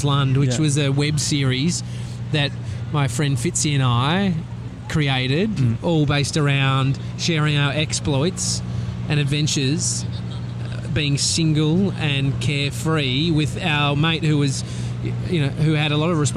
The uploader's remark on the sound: Live from Times Square! We still manage to feed a horse and have a chat with a girl on a bike.